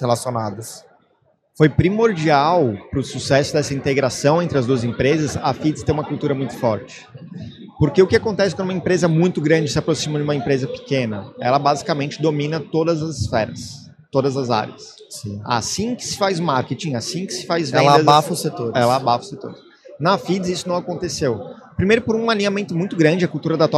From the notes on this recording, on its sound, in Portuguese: Este episódio é parte de uma série "pocket" gravada durante o Startup Summit 2023.